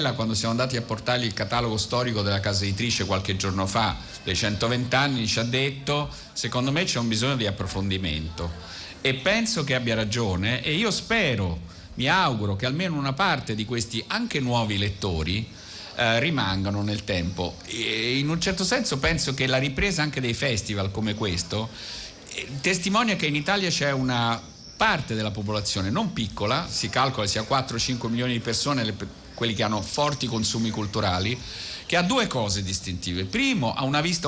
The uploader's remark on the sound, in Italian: diretta dal Festival dell&#39;Economia di Trento